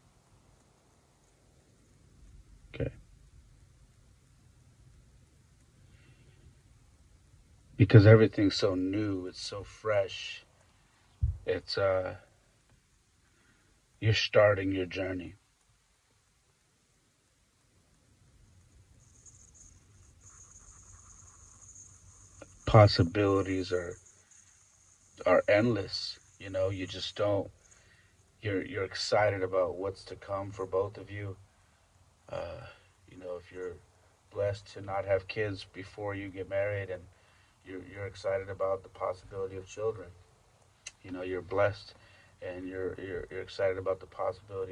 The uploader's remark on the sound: Thoughts from the Car